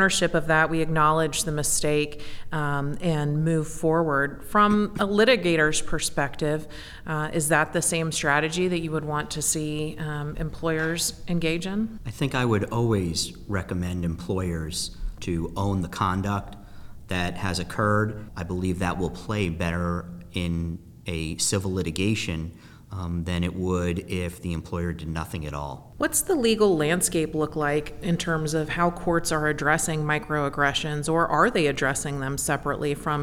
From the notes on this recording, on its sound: In this podcast recorded at Ogletree Deakins’ national Workplace Strategies seminar, our panel analyzes microaggressions in the workplace.